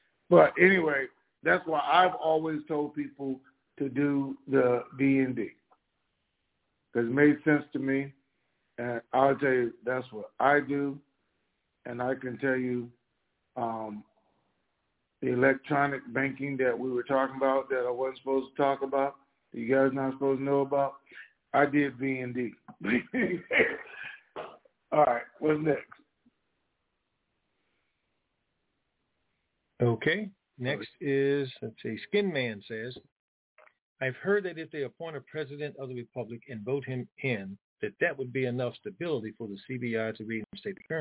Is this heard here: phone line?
yes